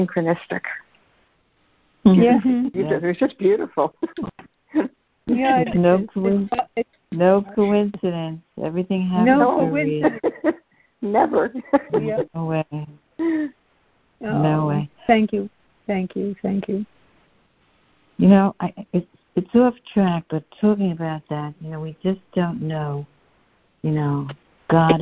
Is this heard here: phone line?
yes